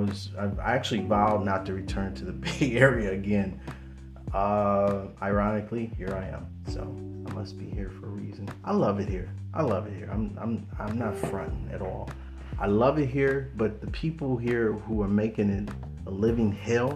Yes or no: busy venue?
no